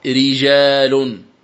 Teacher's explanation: كلمة رجال الراء مرققة وهي وقعت في أول الكلمة، الراء مرققة لأنها مكسورة، إذن تقرأ رجال، ري ري هكذا تنطق الراء المكسورة، ري رجال.